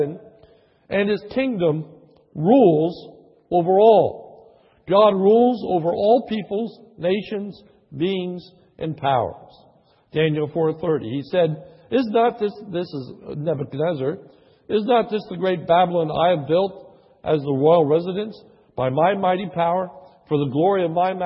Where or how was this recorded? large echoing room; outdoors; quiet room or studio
large echoing room